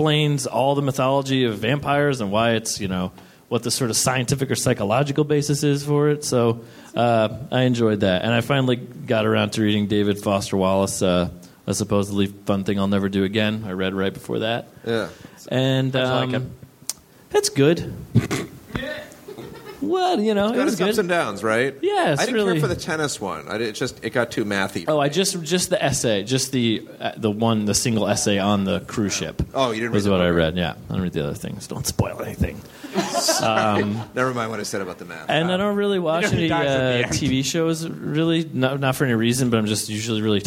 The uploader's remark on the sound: Live from Brooklyn! Recorded at 61Local in Brooklyn.